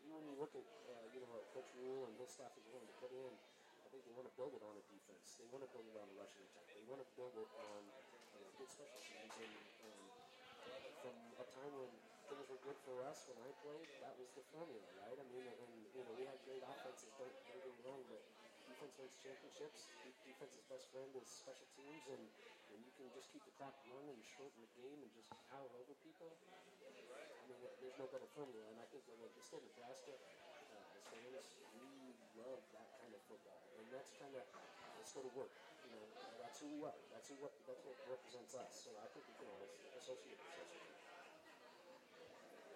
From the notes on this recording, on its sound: Our debut episode had some first-time bugs that we'll get worked out. Also, we apologize for the low volume on the audio — you may want to turn your volume up.